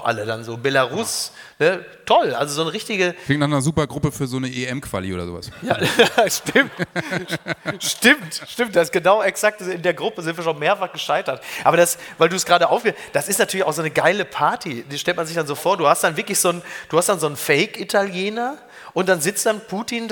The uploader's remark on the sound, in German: live aus Köln